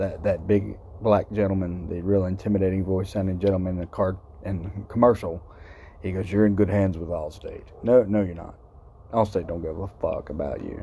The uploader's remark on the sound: Live from THE GHETTO! Sitting outside at 3am.